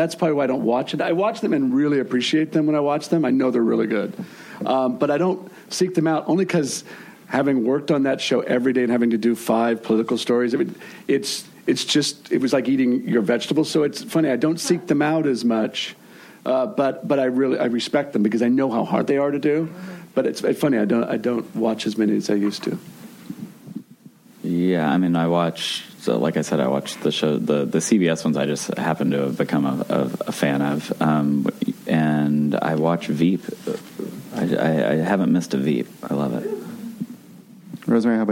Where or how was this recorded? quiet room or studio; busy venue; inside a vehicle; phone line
busy venue